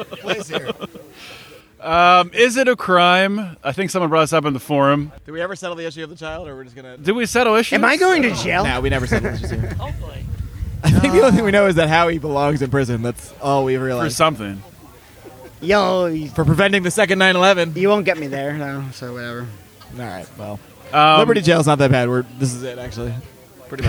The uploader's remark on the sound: This episode was recorded in-person during PorcFest in New Hampshire.